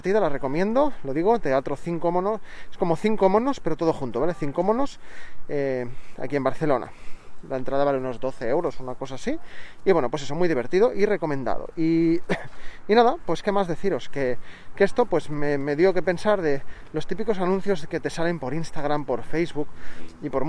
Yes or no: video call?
no